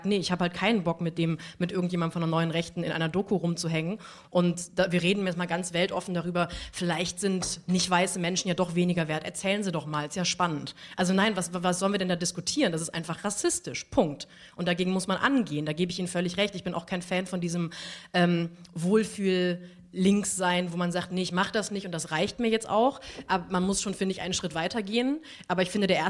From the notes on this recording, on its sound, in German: Das Gespräch wurde im Rahmen des radioeins und Freitag Salon. In der Berliner Volksbühne aufgezeichnet.